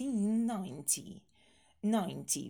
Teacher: в десятках, там ударение всегда на первый слог, окончание немножечко сглатывается